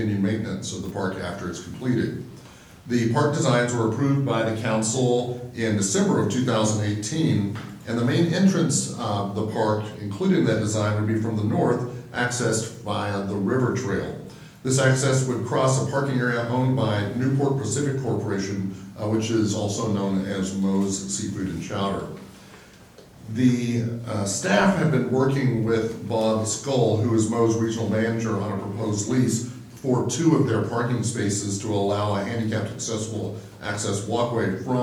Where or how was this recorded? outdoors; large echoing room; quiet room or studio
large echoing room